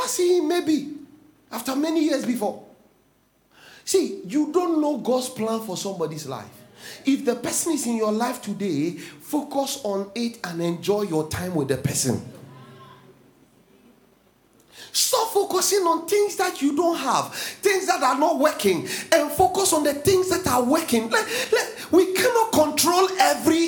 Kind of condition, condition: setting, large echoing room